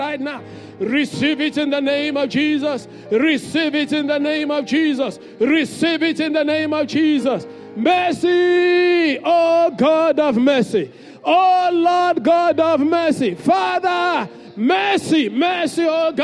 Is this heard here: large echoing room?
yes